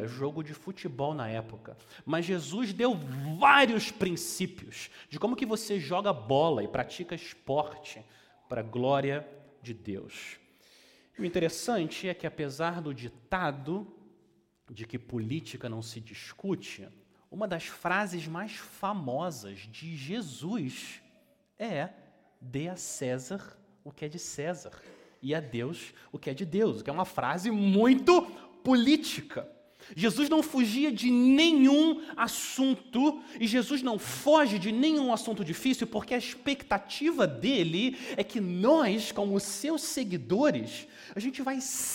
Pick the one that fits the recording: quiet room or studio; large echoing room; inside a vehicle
large echoing room